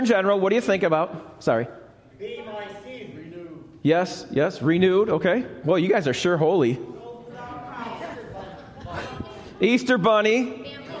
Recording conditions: live audience